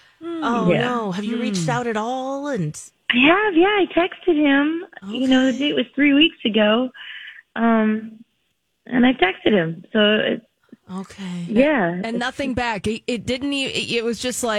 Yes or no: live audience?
no